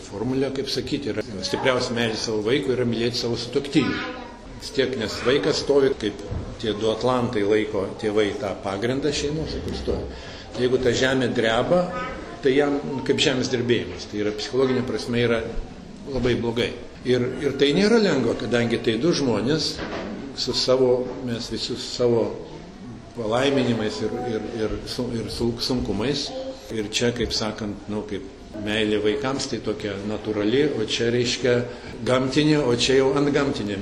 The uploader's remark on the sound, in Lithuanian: Įrašas iš šeimų festivalio.